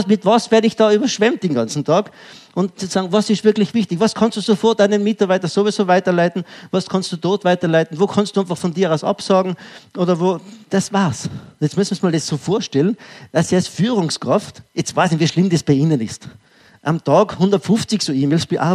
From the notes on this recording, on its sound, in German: Ausschnitt aus dem ÖGWT-Vortrag "Wirksame Mitarbeiterführung". LIVE.